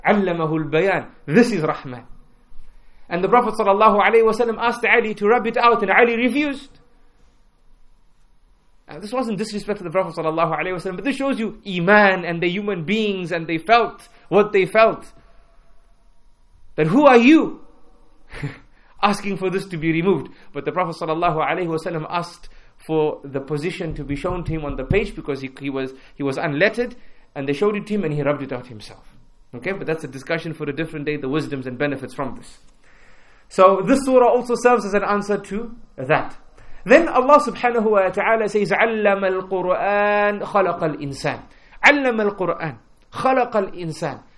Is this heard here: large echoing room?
yes